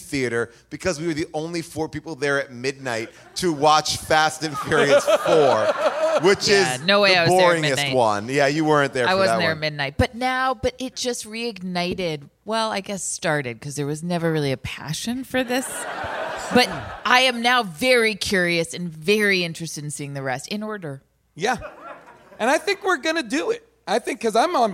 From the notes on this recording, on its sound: LIVE from Largo in LA